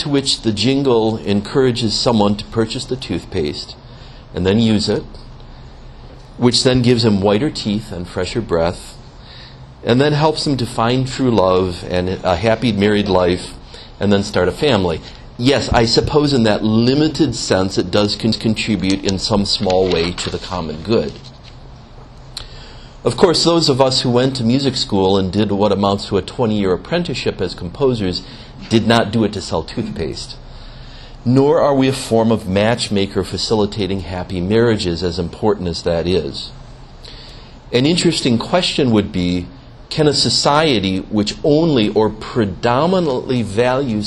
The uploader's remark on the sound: gave a lecture as part of the Beato Fra Angelico Fine Arts Series